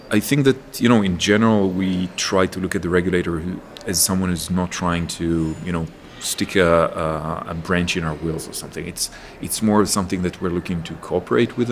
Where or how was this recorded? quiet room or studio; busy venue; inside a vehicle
busy venue